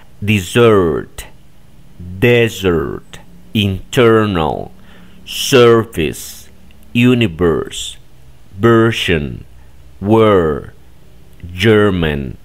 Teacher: en realidad se trata de una E pero neutral, distinta a la que tenemos en español · Term: E neutral